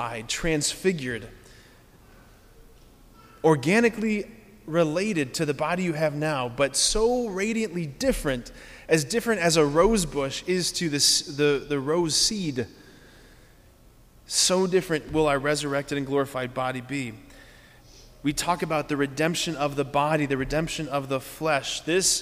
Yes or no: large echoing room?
yes